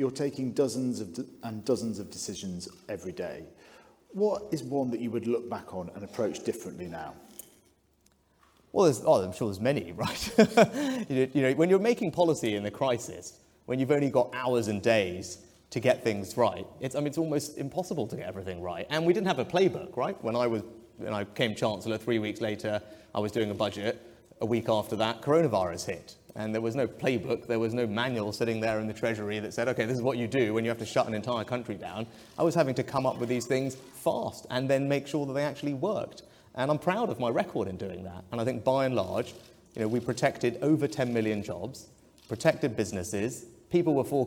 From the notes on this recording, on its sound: a series of questions from members of the audience